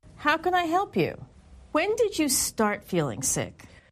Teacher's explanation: When she asked a question that began with when or how, her intonation was falling